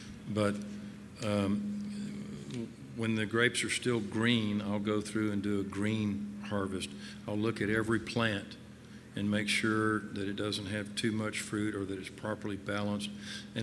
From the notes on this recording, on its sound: This talk was recorded by Heritage Radio Network as a part of RAW Wine NYC 2019's Speakers' Corner